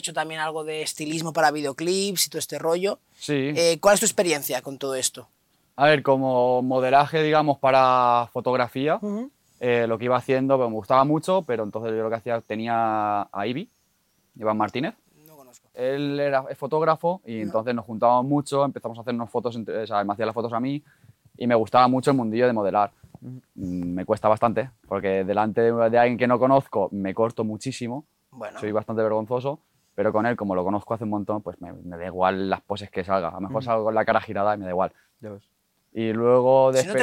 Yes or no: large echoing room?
no